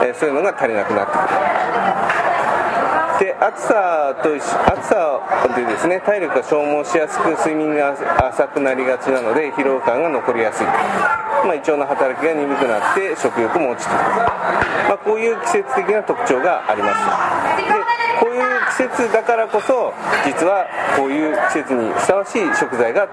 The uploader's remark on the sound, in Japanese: カルビ屋大福 柏の葉店にて収録。カルビ屋大福 柏の葉店にて収録。